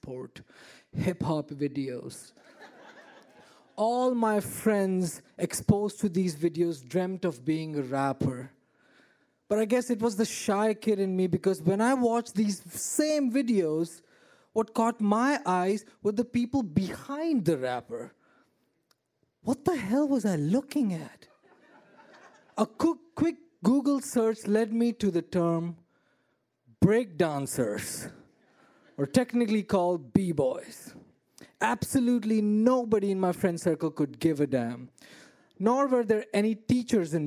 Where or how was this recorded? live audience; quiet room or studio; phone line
live audience